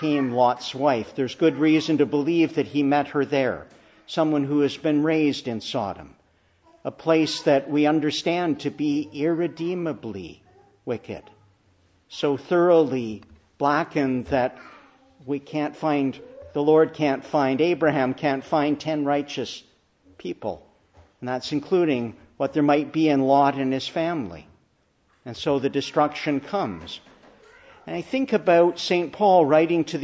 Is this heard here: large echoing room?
yes